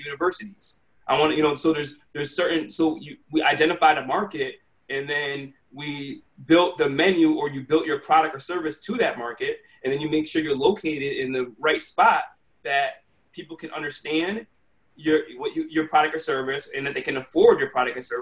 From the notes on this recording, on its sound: Virtual Quadcast. Sits down virtually.